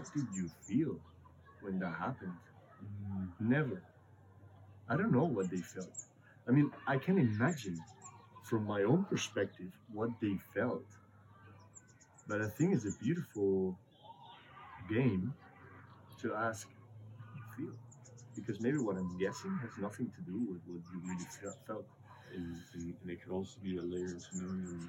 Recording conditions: background noise